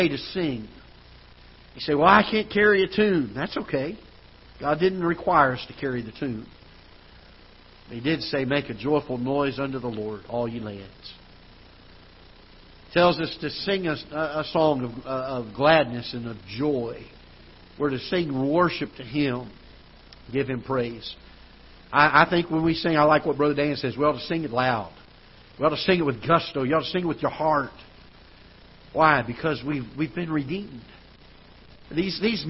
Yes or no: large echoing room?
yes